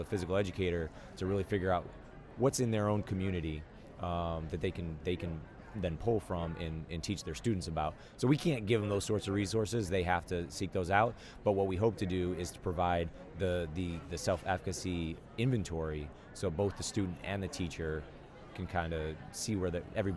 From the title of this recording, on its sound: Live from SHAPE Nashville Day 3